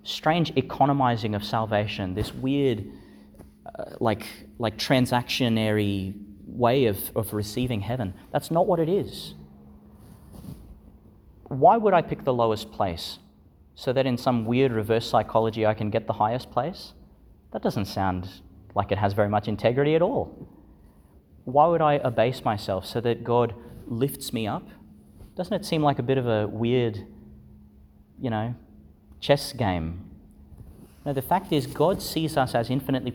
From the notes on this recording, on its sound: delivered in Our Lady Star of the Sea Church, Gladston, Qld.